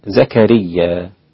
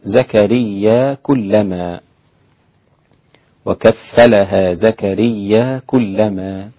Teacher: أولا الإمام حفص وحمزة والكسائي وخلف قرأوا زكريا هكذا دون همزة